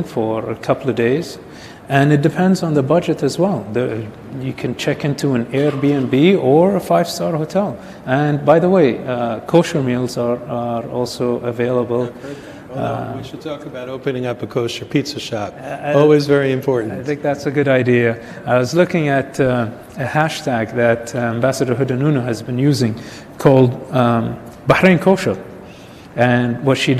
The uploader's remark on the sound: At Yeshiva University in New York City. Thank you to Yeshiva University for hosting. Recorded in front of an audience.